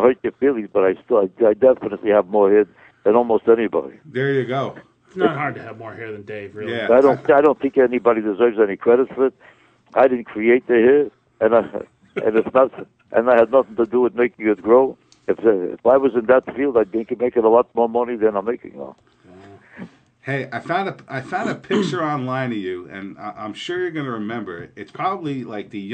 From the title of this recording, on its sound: calls the (Let's Be Frank Show)